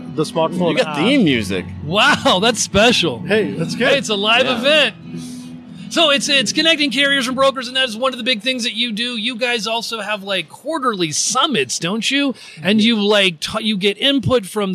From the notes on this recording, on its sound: broadcasting from the floor of McLeod's UC2019!